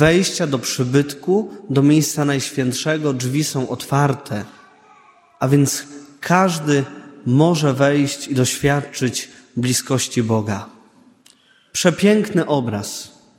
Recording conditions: large echoing room